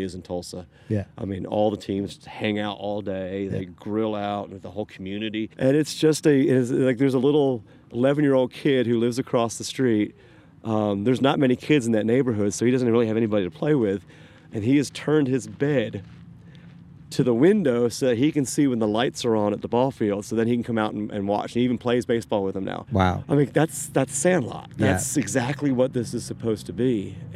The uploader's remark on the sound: This episode was recorded at Patterson Park in Austin, TX